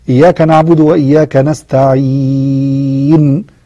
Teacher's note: يمدون المد العارض للسكون بمقدار 2 أو 4 حركات أو 6 حركات. تقول إياك نعبد وإياك نستعين، 2 حركات.